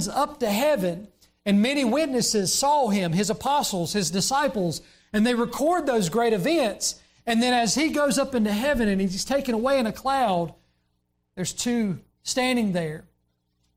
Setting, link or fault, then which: setting, large echoing room